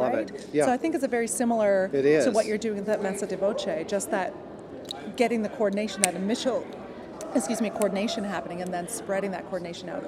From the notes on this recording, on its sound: Recorded from the 2018 NATS convention in Las Vegas. Impromptu podcast.